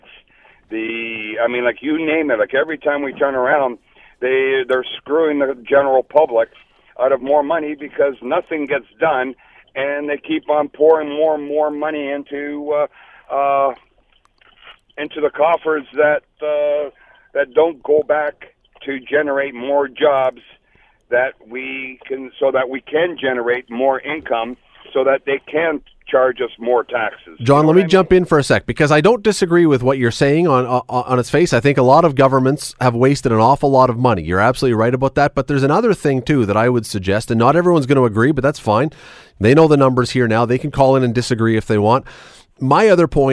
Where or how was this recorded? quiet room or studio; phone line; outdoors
phone line